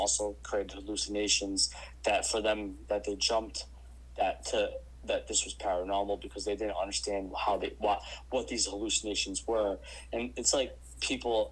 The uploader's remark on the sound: We apologize for the hum that seems to be lingering in the background of this episode. We're not sure what happened to cause that, but we are investigating to make sure it doesn't happen again.